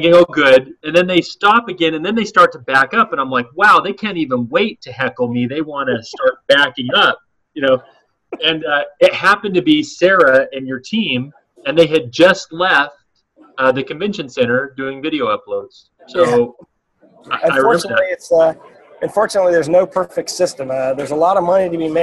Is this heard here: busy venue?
yes